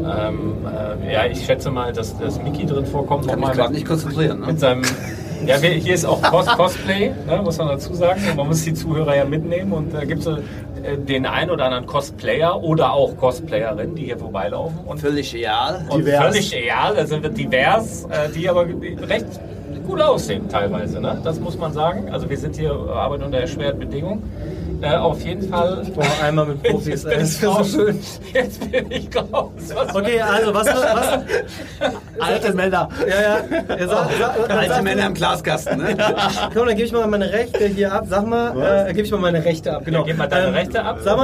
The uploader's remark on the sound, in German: Definitiv keine Folge für die Tonfetischisten oder Mehrwert affinen Hörer unter Euch. Eine fuchsteufelswilde Live Aufnahme von der Gamescom. Aufgenommen in einem Aquarium aus Glas.